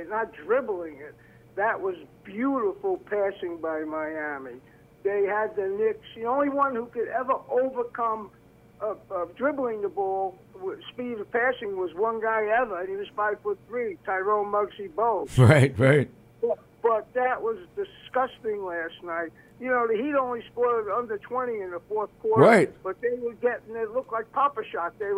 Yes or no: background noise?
no